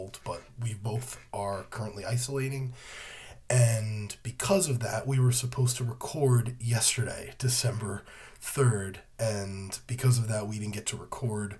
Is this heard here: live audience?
no